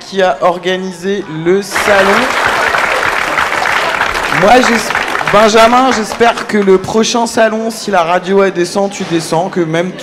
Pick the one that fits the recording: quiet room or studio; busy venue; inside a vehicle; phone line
busy venue